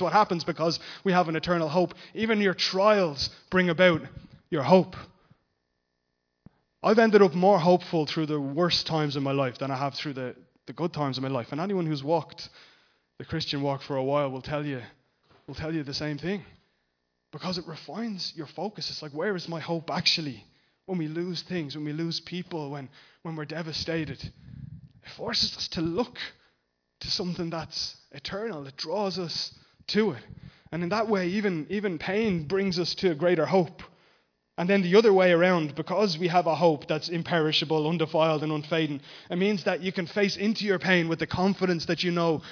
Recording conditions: large echoing room